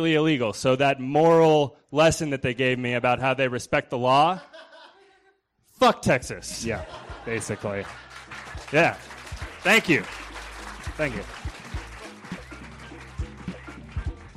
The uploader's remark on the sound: These stories were recorded at The Deer Pile on July 18th, 2013 by our good friends at The Denver Diatribe .